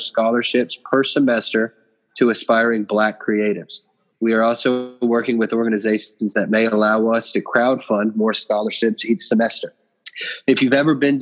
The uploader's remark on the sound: The Boys Use Zoom